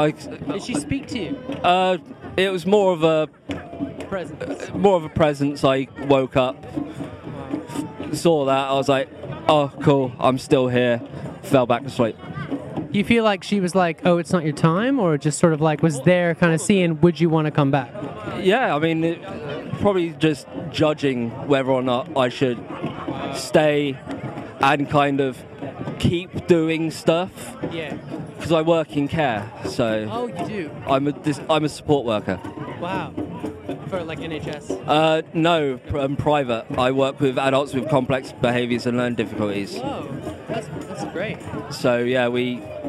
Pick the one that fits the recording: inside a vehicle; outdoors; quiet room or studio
outdoors